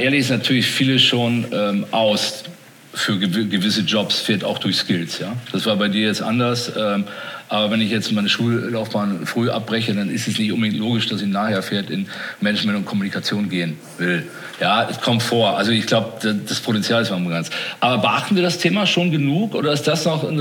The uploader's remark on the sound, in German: KKongress Special 2021. Im Live-Podcast.